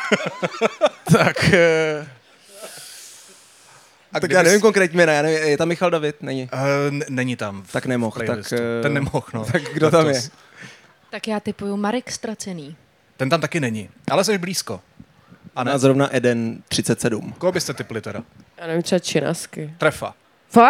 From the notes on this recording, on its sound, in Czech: na stage festivalu United Islands